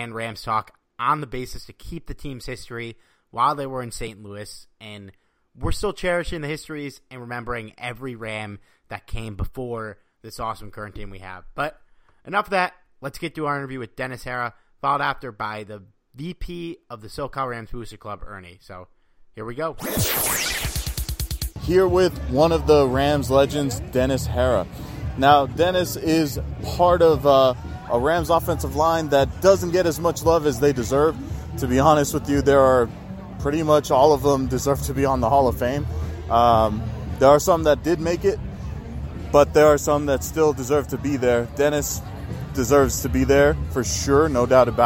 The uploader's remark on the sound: LIVE from Ramfest!